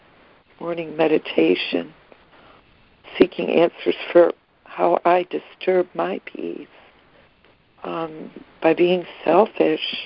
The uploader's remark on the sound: ACIM Daily Conference Call.